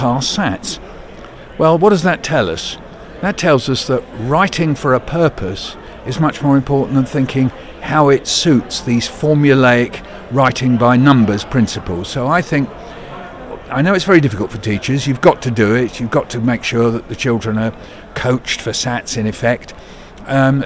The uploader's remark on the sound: Bett2023 Show Floor broadcasting